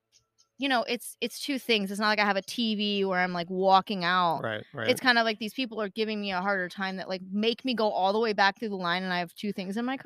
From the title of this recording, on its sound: Live from our backyard